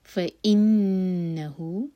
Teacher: فا کے بعد حمزہ پر کٹ آف ساؤنڈ. فإنه، نون پر غنہ.